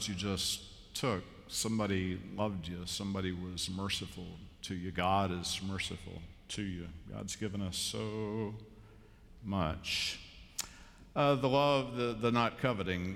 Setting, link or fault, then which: setting, large echoing room